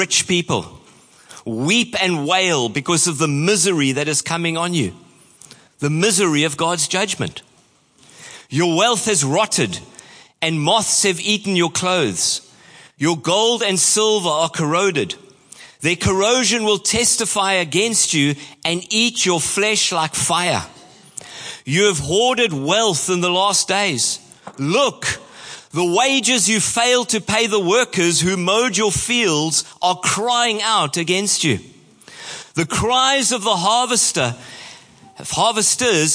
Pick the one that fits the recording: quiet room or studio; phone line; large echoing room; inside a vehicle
large echoing room